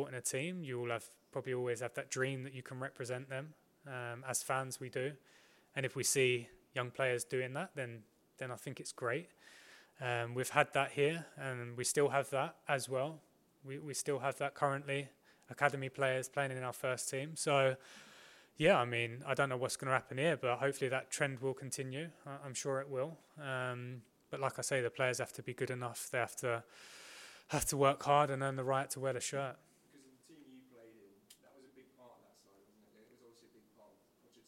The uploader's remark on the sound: PRESS CONFERENCE